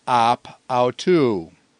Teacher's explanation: there's a smooth breathing and the word that follows also begins with a vowel, and so the omicron just drops out